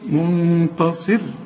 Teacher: جميع طبعا خدناها اللي هي التنوين واللي بعده مين ادغام كامل بغنى، شوف جميع اهو خد بالك منتا، خد بالك رقق لي التاء دي احسن تقول لي منتصر منطا طا، يا راجل هي تاء ولا تاء، طا ولا تاء، ها منتا. وبعدين الصاد في اخر درجات التفخيم